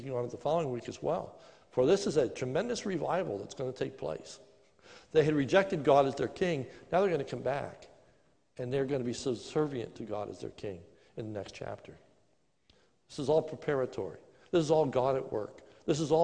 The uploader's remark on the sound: This is a sermon recorded live at the Lebanon Bible Fellowship Church in Lebanon, PA during the morning service on 08/30/2020